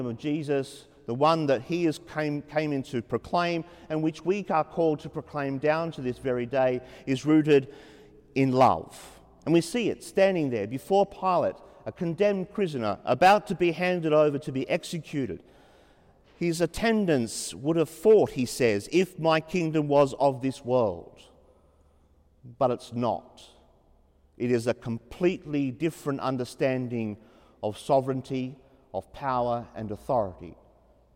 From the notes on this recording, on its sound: As preached during the 5.30pm Mass at Sacred Heart Cathedral, Hamilton.